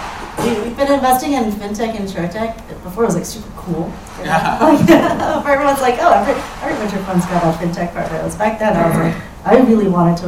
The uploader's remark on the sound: Part I of the VC Panel at the 7BC Venture Capital San Francisco event Nov 14, 2023